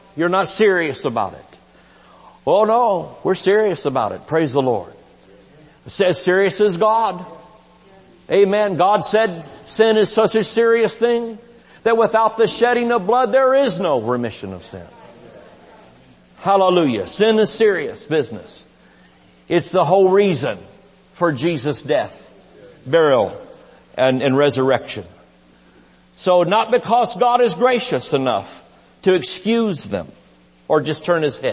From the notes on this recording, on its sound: IGNITE CONFERENCE. Recorded Live at Shining Light Church.